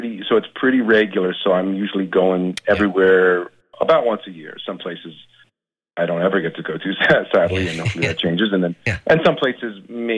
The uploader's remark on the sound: chats on the phone